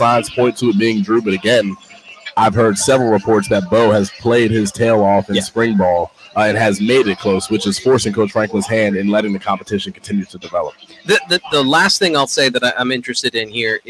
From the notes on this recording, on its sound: live from Beaver Stadium